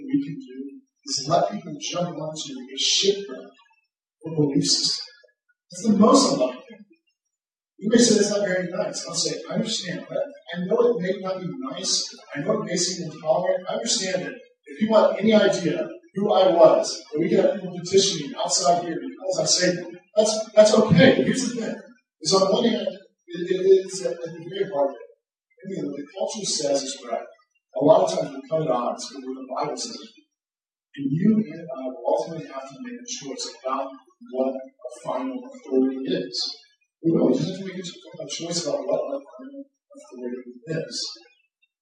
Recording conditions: poor sound quality